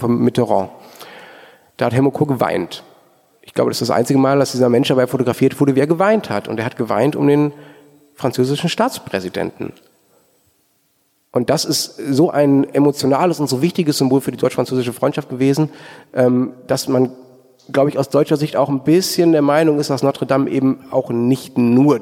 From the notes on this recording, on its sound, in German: Live aufgenommen in der Fondation Suisse in Paris. Ein Gebäude, gebaut vom Schweizer Star-Architekten Le Corbusier.